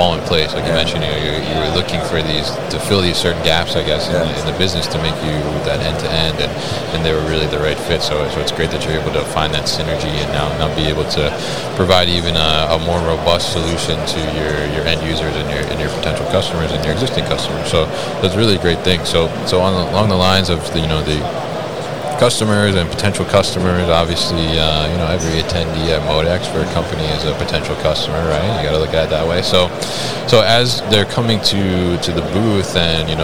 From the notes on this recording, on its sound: Signode at MODEX 2022